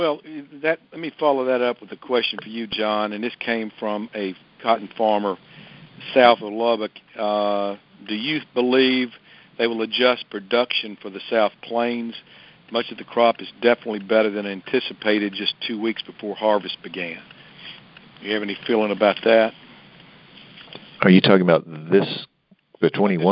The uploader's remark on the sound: Monthly Conference Call